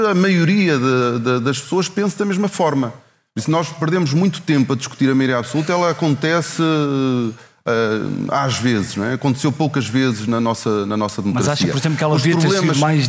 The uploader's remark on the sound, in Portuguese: episódio especial ao vivo no Festival de Podcasts do Expresso